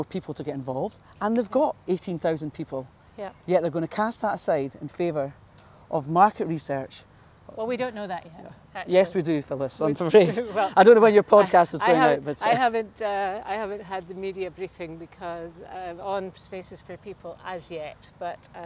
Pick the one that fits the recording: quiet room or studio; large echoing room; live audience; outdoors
outdoors